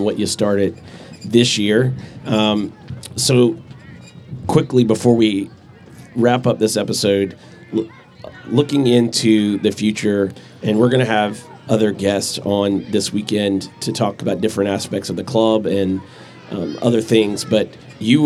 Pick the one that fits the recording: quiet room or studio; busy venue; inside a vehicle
busy venue